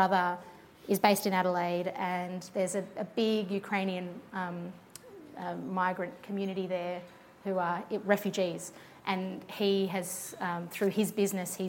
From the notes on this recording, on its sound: In front of live audiences in Melbourne and Sydney (so please excuse the sound of plates and cutlery in the background). This episode is a mash-up of the two events.